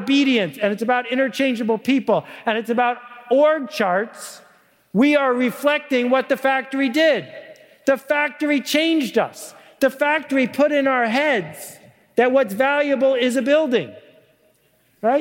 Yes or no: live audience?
yes